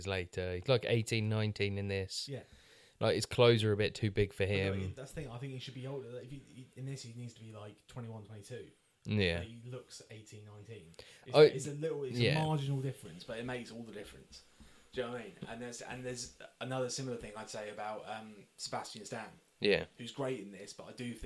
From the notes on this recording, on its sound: Apologies for the poor audio quality on this one but we didn't want to just throw it away.